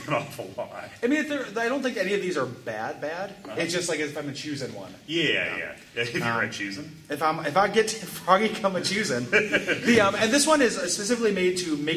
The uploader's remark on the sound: This live episode from the Portland Retro Gaming Expo 2017.